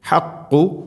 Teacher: ഖാഫ് ചെറുനാക്കിൻ്റെ ആ ഭാഗം, തൊണ്ടയുടെ മുഗൾ ഭാഗവും കഴിഞ്ഞ് ചെറുനാക്ക്.